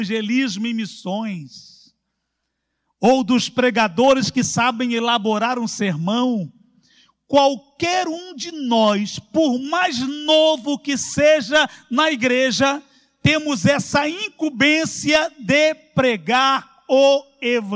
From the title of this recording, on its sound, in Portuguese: CULTO AO VIVO